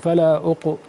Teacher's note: صوت القلقلة أقرب إلى الضم